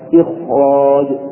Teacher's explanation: هذه الخاء تفخم تفخيما قويا لوقوع الراء المفخمة بعدها